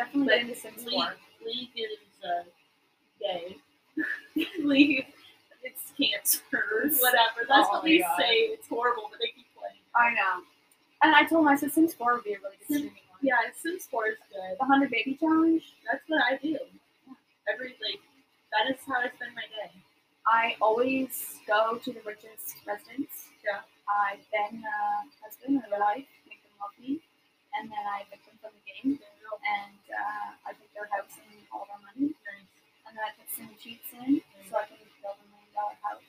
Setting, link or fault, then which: fault, poor sound quality